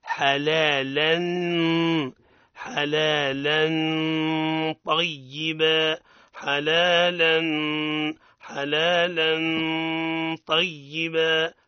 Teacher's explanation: درجوا بها الغنة مرققة ثم مفخمة، معناها وكأنك تعانق تفخيم الطاء · Term: الإخفاء بغنة